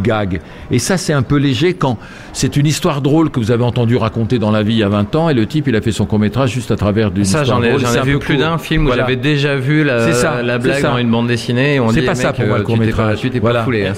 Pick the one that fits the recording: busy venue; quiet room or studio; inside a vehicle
busy venue